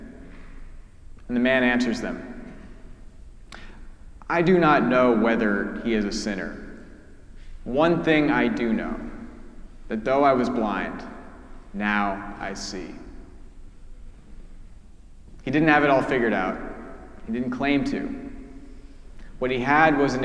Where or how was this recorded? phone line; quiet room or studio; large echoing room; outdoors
large echoing room